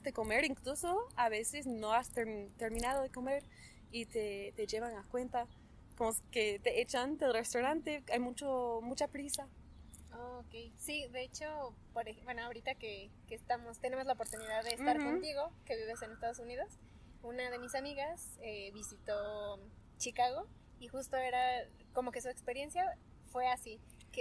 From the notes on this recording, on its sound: In this interview I bring you live to Polanco, Mexico City